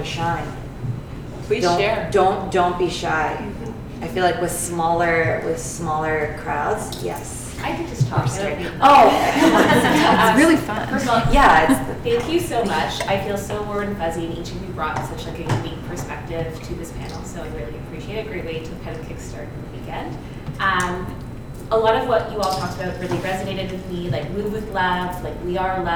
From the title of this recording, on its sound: Breakfast Club Live Recording!